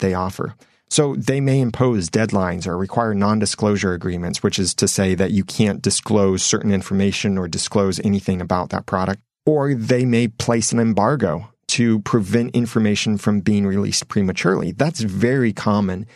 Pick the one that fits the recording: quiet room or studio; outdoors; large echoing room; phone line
quiet room or studio